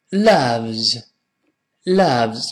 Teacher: John loves Jane very much.当然，这个 John 也是个美式发音，前面发啊，后面加 n。我们读一下约翰这个词：John John loves loves 就爱，不要读 love。注意，不是发啊，这个字母 o 发倒 v 字的字母 v，把它倒过来，尖儿冲上，这个音读成啊啊啊。其实，在美音中，它跟倒 e 字就是把字母 e 倒过来，口型是完全一样的。只不过呢，倒 e 字是轻读，倒 v 字是重读，在美音中口型没有任何区别。La la loves Jane verymuch，我们读到一块连起来。John loves Jane very much.